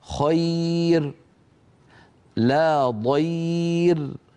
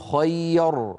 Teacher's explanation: فيرقق الراء لأنها ساكنة وقبلها ياء لين ساكنة · Shown in: first take · فعندئذ يرقق الراء ولا يقول خير، لا يقول ذلك